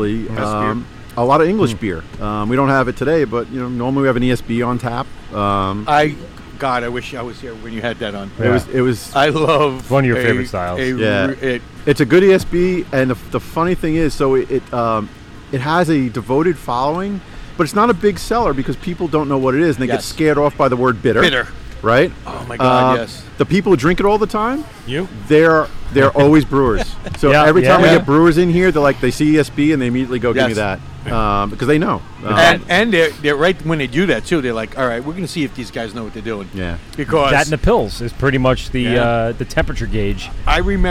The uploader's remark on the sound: LIVE at Moriches Field Brewing Co.